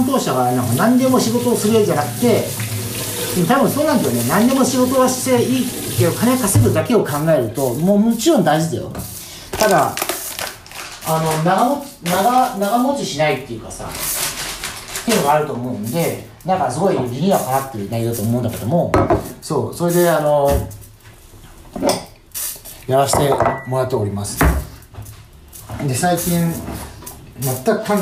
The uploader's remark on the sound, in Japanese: 料理を作りながらの収録です。